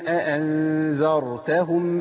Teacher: حركة الفتح قبل الراء أثرت عليها بالتفخيم